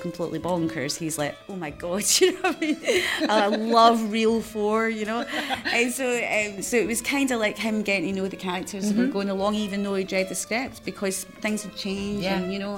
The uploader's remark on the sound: Soundtracking Live At The Glasgow Film Festival. An edited version of Soundtracking Live. On stage in front of a very appreciative live audience.